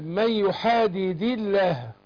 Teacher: أنا رققت اللام هنا ليه بتاعت لام لفظ الجلالة يحادد الله، عشان قبلها مكسور. لام لو اللام في الأصل مرققة، أي لام في الأصل مرققة إلا لام لفظ الجلالة اللي هو الله، دي لها حكم خاص.